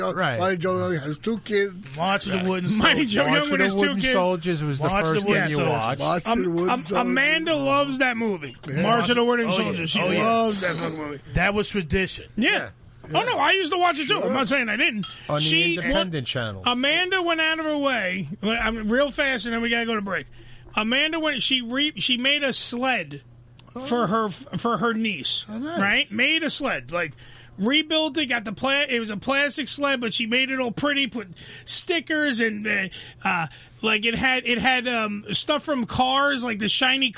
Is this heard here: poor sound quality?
no